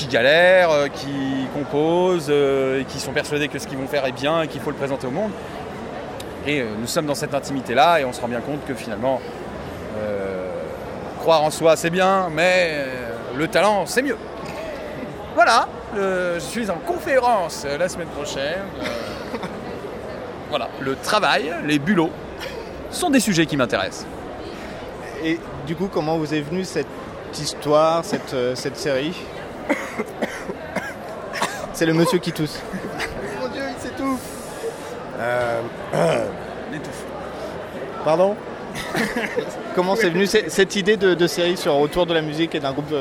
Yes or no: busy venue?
yes